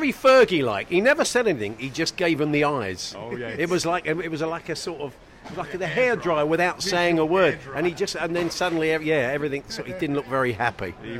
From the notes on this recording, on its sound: live from Cheltenham Festival for day 3 at the races!